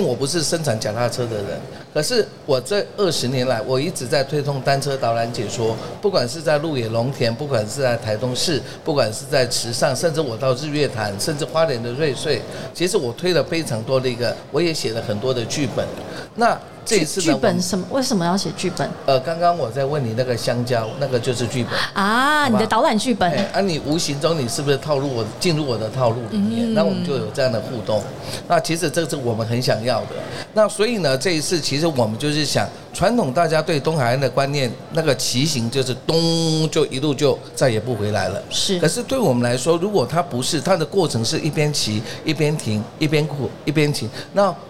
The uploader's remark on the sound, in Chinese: 2022 Taipei Cycle台北國際自行車展-Live Podcast。